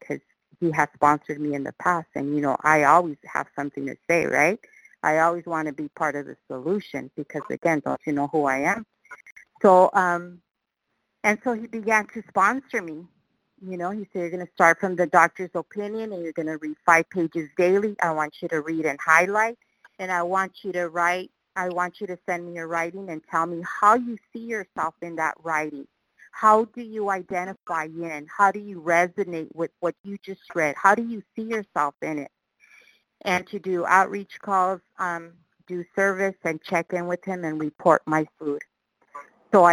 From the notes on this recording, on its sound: qualification from the 100 Pounders Phone Meeting